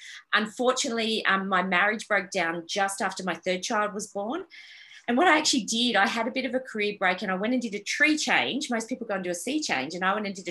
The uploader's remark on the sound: This episode was recorded live for The Miss Jones PA Virtual Showcase last month.